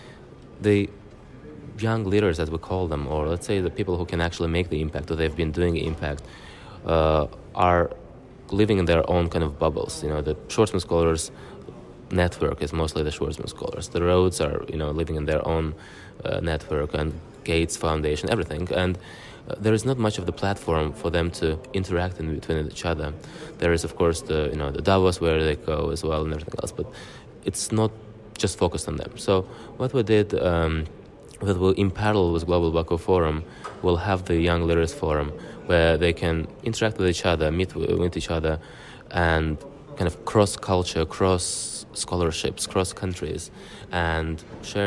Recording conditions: busy venue